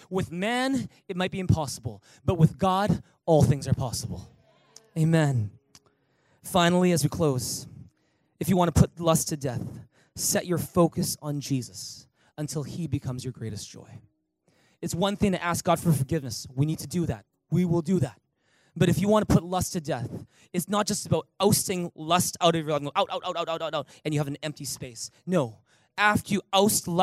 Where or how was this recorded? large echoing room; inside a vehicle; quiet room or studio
large echoing room